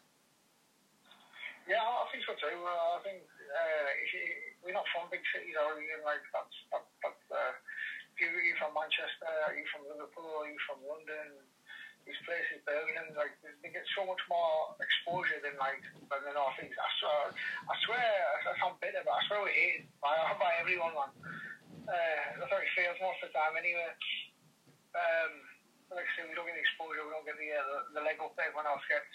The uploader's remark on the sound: via phone call